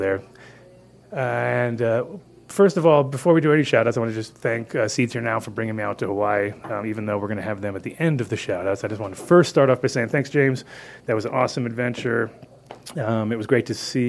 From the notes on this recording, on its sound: Live From The Coffee Joint